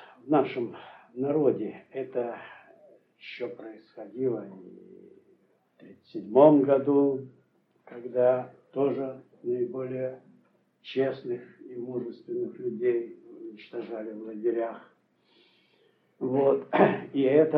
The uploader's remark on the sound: as part of a class lecture at KU in February of 1990